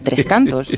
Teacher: Aunque los cantos se esquivan dos palabras, al pronunciar el nombre compuesto solo damos un golpe de acento